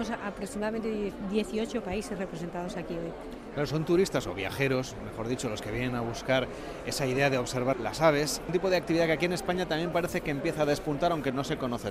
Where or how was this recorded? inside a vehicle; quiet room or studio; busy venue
busy venue